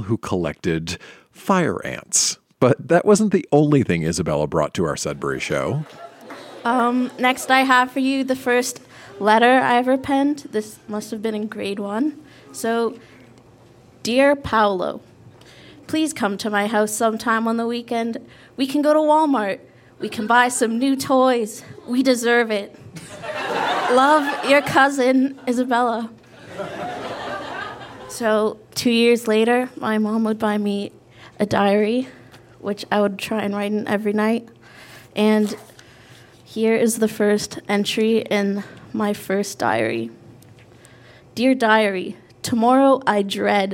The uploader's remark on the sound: Recorded live at Fromagerie Elgin in Sudbury.